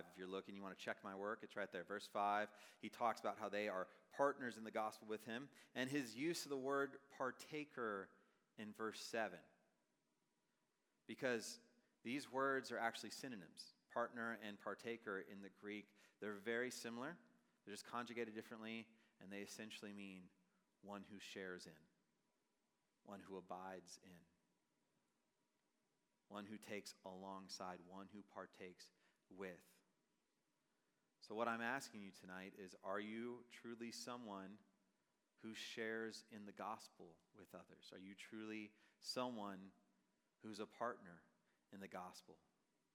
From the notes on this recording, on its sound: Message preached on August 31, 2023 at a Thursday Night Gathering of Coram Deo College Ministry.